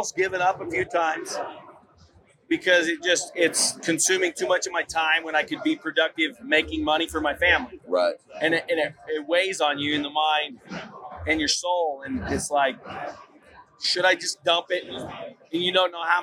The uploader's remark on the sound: Live From the Initial Ascent Booth at Hunt Expo 2020. Live from Hunt Expo 2020 at the Initial Ascent Mountain Dude table.